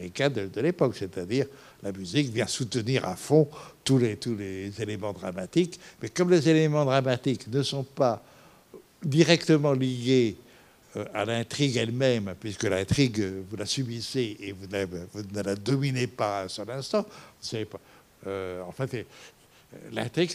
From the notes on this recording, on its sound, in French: Enregistrement intégral de l'intervention. Suite à la projection du film en février 2017 au Centre des arts d'Enghien-les-Bains.